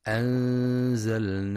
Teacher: وإذا كان الحرف مرققا رققت، نحو: أنزلناه، فترقق الغنة لترقيق الزاي